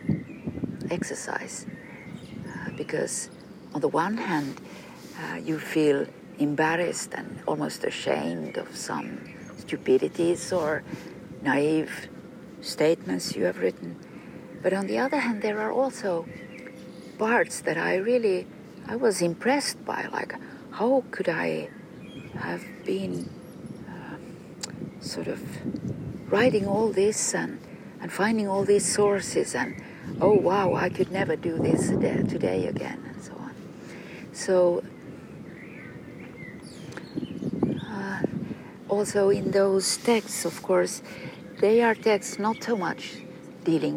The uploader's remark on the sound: A series of conversations recorded with a pine tree in Kaivopuisto Park in Helsinki.